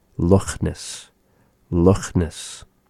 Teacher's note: It is sort of a raspy sound resembling that of the H sound.